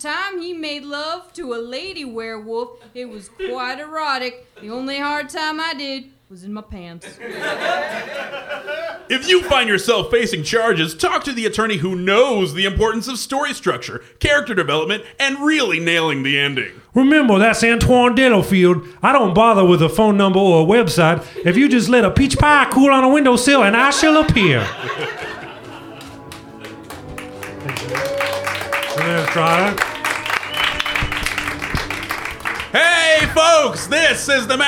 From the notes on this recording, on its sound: No Escape (Live at ColdTowne Theater). Recorded live at the the friendly confines of ColdTowne Theater.